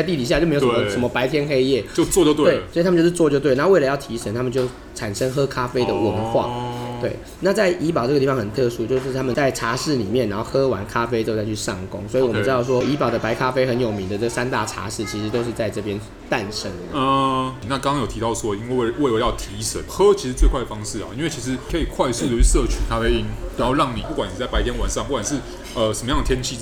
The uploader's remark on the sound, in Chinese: 本集白噪音指數：柔風級 3/5。錄音地點： MB White Coffee 士林店。